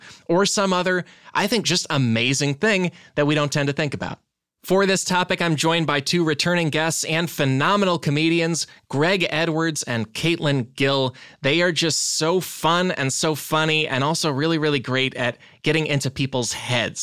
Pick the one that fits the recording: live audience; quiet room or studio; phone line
quiet room or studio